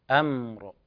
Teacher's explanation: من كل أمر الميم بيناها مرارا، أمر هكذا بيان التوسط في الميم وعدم القلقلة